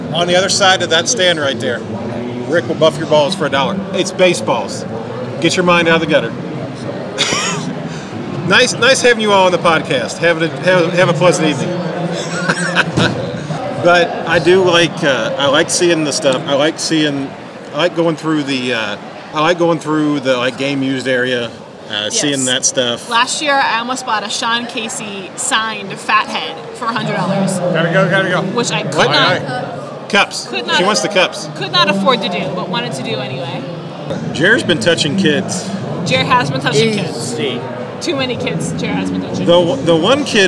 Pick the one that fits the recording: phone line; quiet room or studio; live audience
live audience